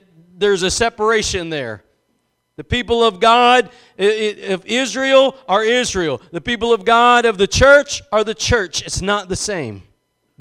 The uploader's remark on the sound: Preached at Gospel Lighthouse in Bossier City, La.